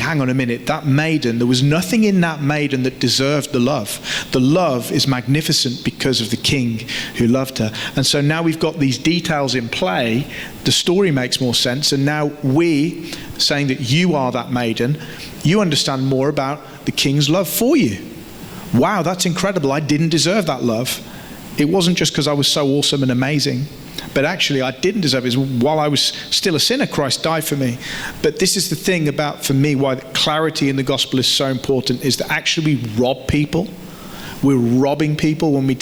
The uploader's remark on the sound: The opening session from the Hammer and Tulip conference - No Other Gospel.